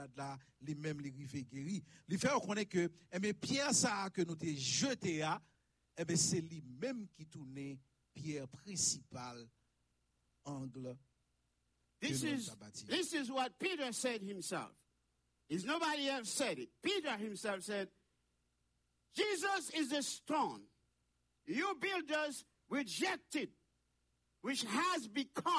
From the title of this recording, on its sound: Sunday Service Live